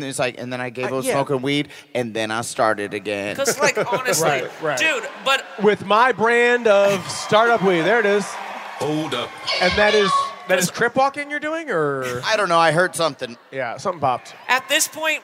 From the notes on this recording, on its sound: Live from Portland!